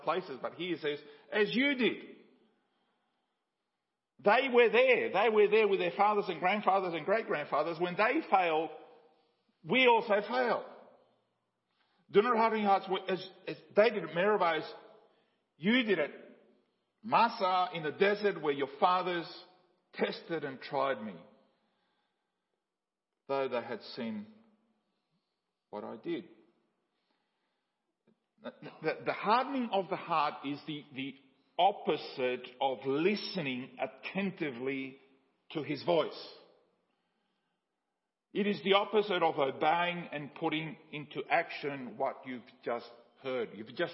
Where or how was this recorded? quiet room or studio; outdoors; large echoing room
large echoing room